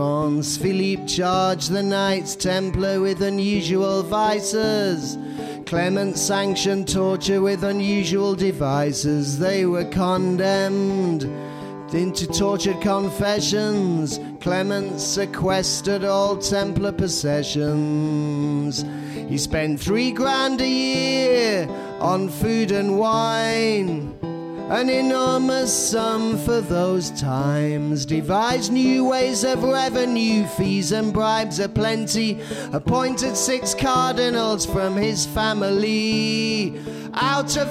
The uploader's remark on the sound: The last of the tragedies we collected at the live show that took place on January 18th at the Hackney Attic.